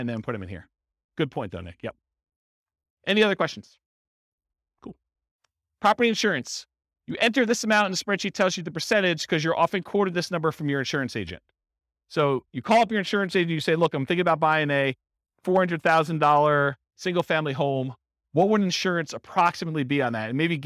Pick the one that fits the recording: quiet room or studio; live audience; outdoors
live audience